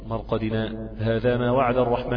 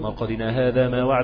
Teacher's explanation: مرقدنا تقف عليها سكتة لطيفة · Shown in: first take